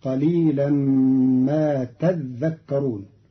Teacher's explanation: قرأ قالون كلمة تذكرون بتشديد الذال فتصير قليلا ما تذكرون، فأصلها تتذكرون فأدغم التاء الثانية في الذال.